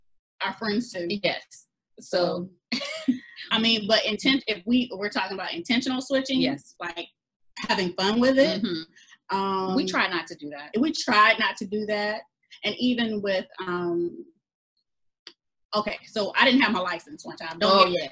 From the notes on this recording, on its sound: We conducted our interview via ZOOM.